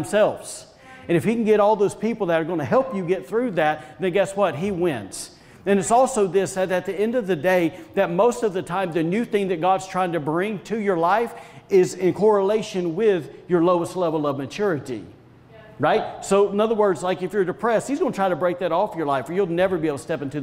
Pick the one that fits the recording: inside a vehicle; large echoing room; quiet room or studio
large echoing room